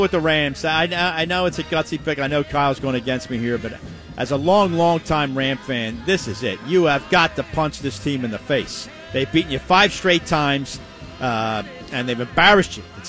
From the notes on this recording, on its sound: LIVE from the Parx Casino Sportsbook